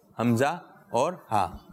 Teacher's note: شروع میں ہا ہے اور آخر میں ہا ہے، جو حلق کے نیچے والے حصے سے نکلتا ہے